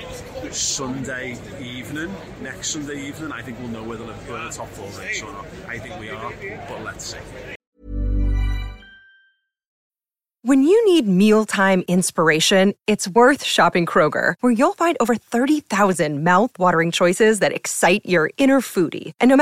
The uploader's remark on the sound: live from Anfield